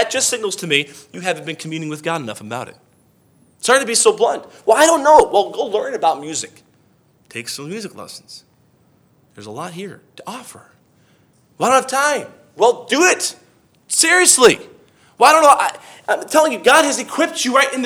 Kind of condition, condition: setting, large echoing room